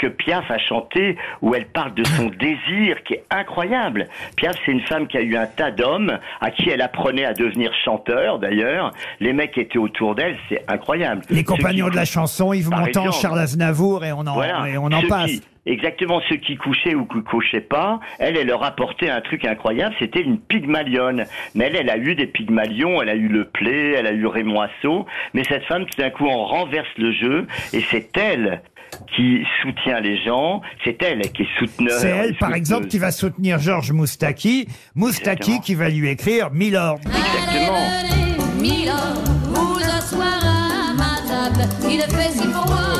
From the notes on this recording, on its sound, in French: au téléphone des Grosses Têtes